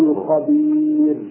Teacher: هزه واحده للراء، هزه واحده فقط